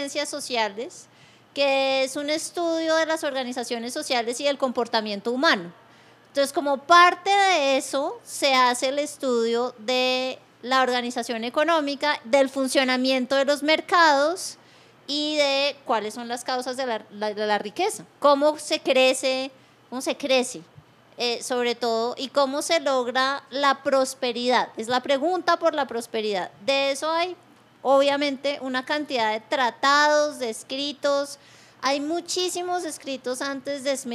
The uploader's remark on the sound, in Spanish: en vivo en la Universidad de los Andes